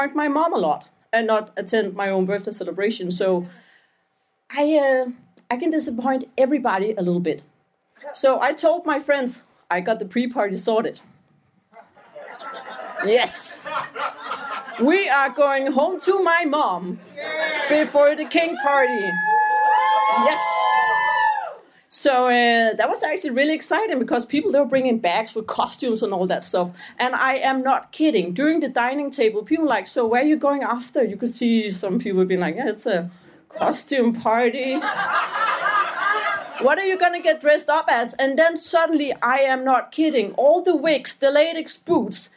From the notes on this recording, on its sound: Recorded in January 2023 at our Copenhagen show.